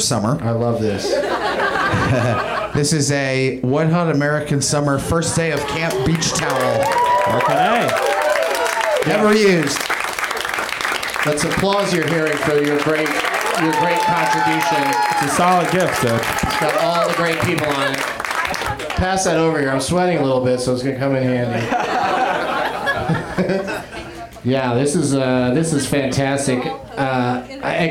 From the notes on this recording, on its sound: Live at the UCB Franklin in Hollywood.